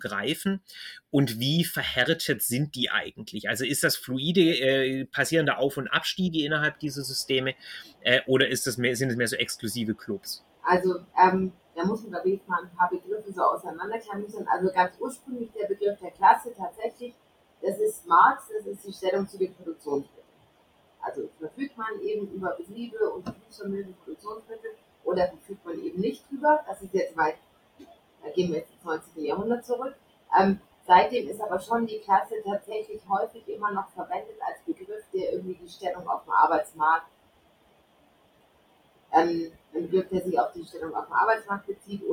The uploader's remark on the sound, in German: Leider hat das Audio nicht so mitgespielt; ich bitte, die schlechte Qualität zu entschuldigen.